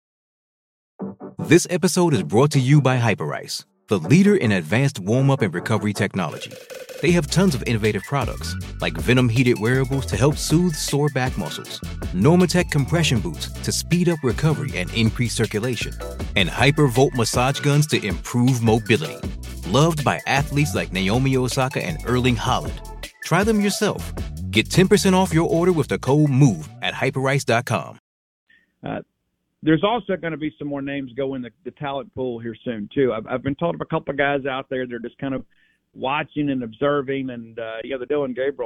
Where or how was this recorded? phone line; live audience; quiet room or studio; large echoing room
phone line